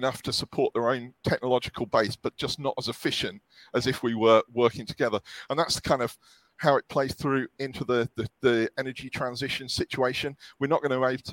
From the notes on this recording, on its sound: A special edition of OPIS Energy Insights, live from World Chemical Forum in Houston.